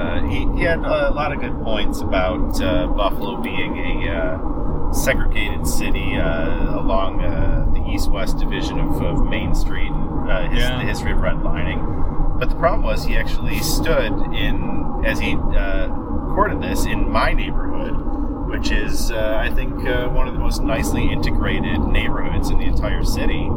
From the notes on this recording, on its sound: While driving through a bisected plateau in West Virginia.